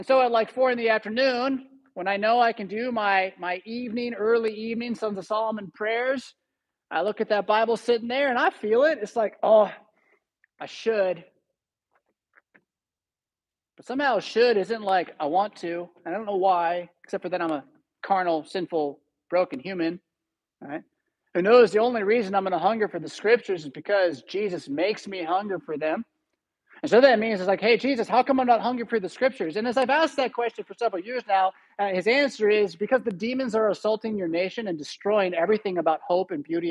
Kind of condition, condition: setting, large echoing room